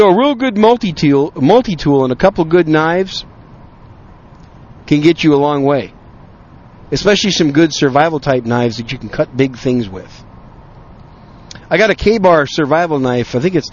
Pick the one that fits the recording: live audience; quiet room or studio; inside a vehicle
inside a vehicle